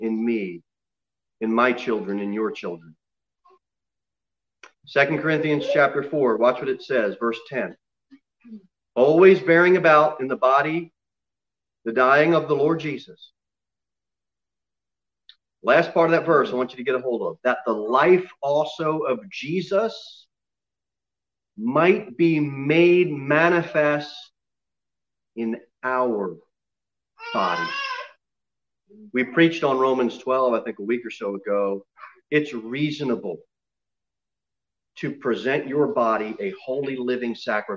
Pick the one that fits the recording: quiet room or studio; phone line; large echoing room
large echoing room